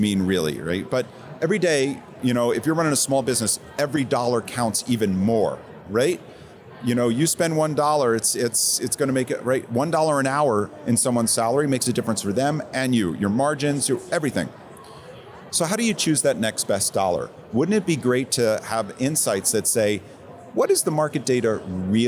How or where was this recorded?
busy venue